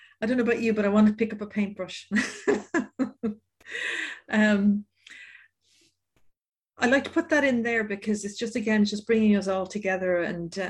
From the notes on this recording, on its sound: Audio recording of our webinar in partnership with Mental Health Ireland.